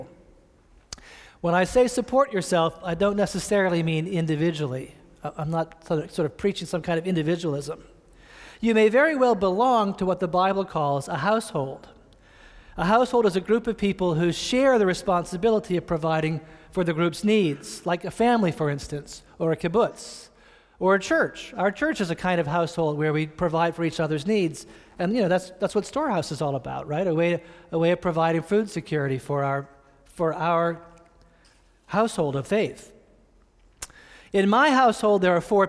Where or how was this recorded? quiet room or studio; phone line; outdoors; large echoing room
large echoing room